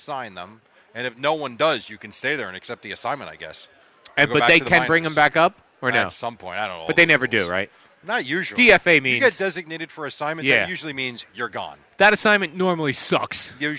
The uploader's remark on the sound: Live from D'Jais in Belmar